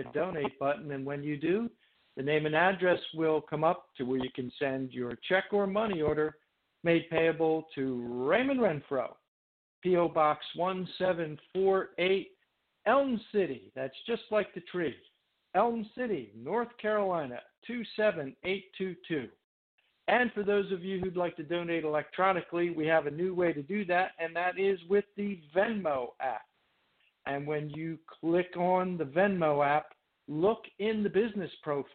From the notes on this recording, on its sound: TNTSuperfantastic Conference Call